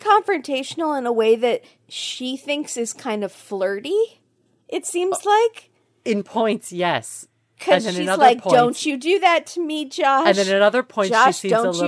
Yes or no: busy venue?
no